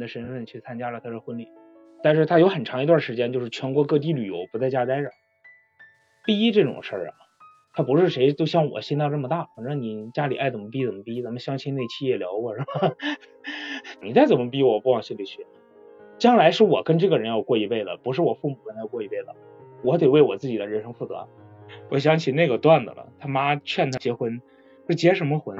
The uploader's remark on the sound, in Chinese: 大家都很有吐槽欲所以临时决定云录制一期关于婚姻的讨论。